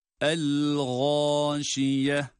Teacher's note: İşte bunlardan el-gâşiye derken gayın harfi kalın harftir ve burada da med ile bir elif miktar uzatılarak okunmaktadır